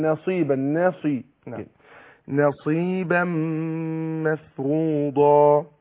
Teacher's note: رقق النون عشان ما تأثرش الصاد حرف الصاد اللي هو المفخم اللي هو المستعلي على النون ما قلتش نصيبا قول نصيبا نصيبا مفروضا.